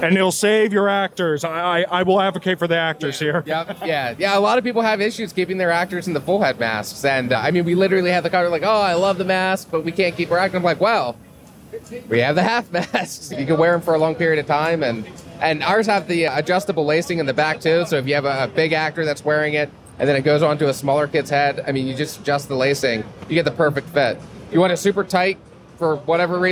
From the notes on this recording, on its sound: During Transworld’s Halloween & Attractions Show 2022 from the show floor.